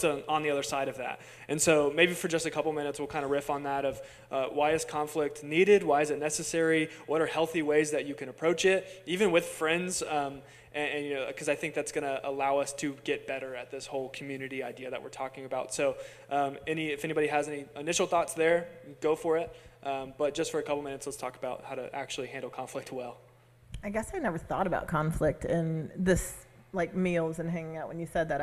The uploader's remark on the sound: LIVE ON STAGE. This week we did our podcast live for our church family!